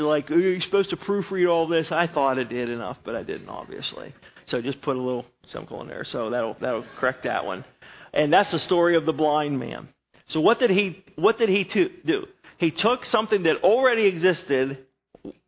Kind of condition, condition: setting, large echoing room